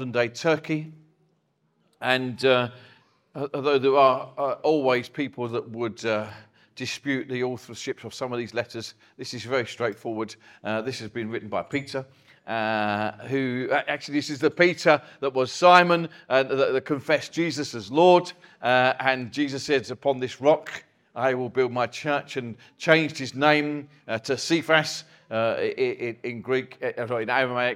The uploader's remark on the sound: Recorded from our Chafford Hundred site